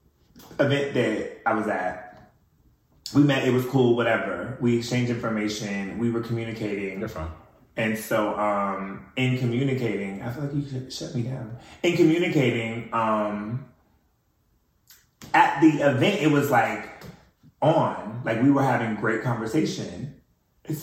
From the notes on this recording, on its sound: Technical Difficulties. However is a lil a cut and paste because of some audio issues.